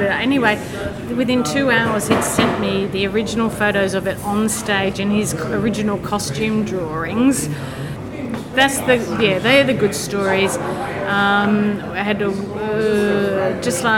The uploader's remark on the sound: We recorded in the pub - surely the best way to spend an afternoon recording a podcast - so occasionally the sound quality dips.